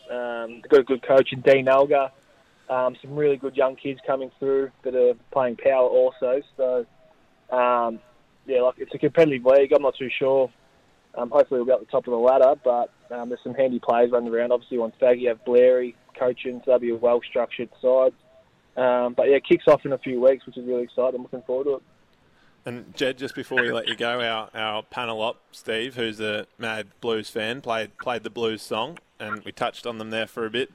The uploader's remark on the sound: called in to Saturdays in Gippsland